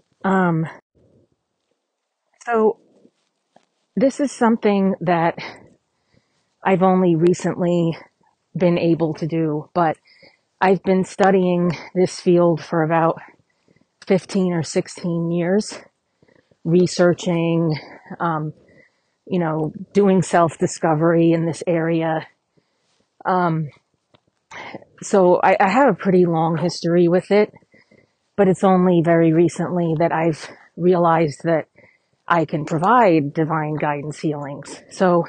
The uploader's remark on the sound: Walking the dogs